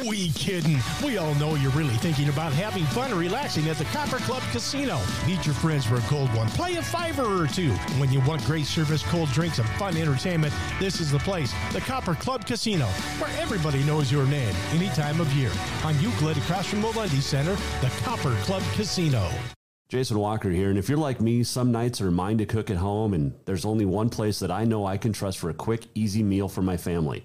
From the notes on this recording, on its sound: Tuesday live from Adaptive Performance Center